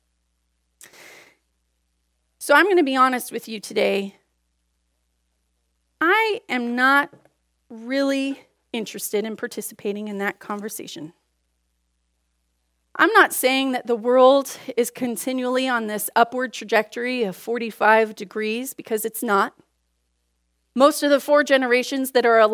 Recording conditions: large echoing room